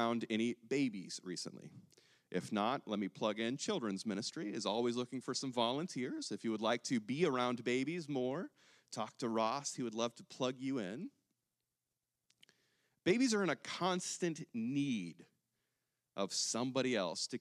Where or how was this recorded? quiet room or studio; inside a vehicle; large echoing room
large echoing room